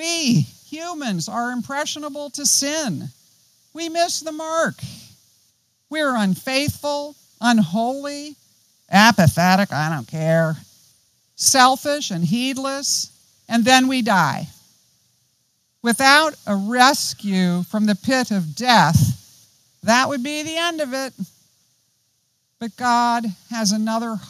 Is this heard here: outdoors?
yes